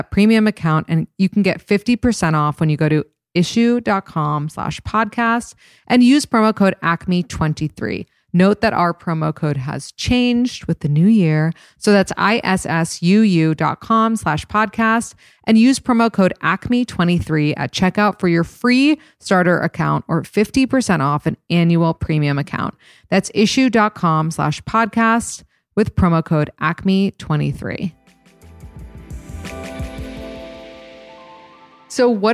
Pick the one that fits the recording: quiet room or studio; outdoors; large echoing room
quiet room or studio